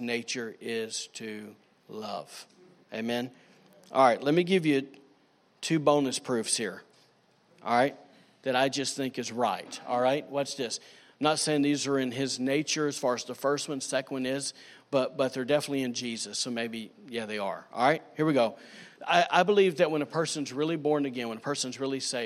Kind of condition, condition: setting, large echoing room